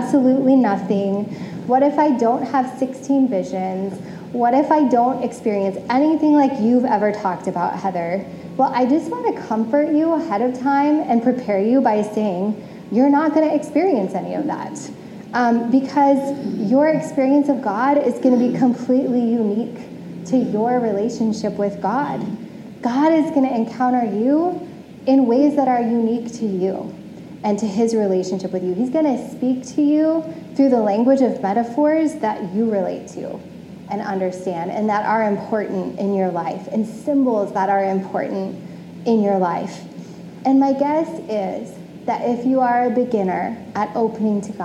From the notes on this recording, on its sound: Originally preached on January 16, 2022, at CityChurch in downtown Iowa City.